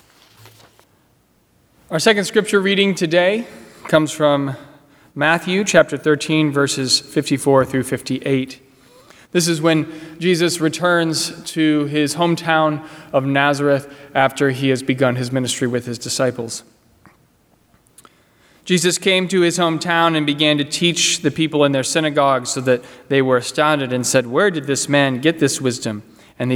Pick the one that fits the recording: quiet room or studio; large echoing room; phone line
large echoing room